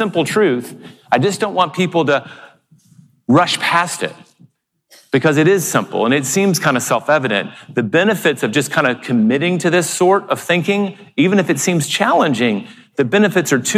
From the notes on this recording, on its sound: keynote presentation at the Keller Williams Family Reunion Convention 2019